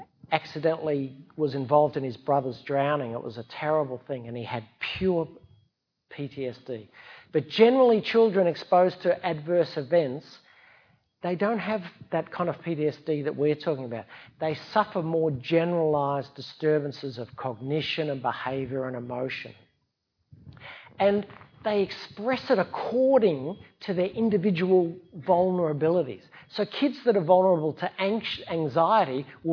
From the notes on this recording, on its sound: A Sydney Ideas event for Sydney Science Festival 2016.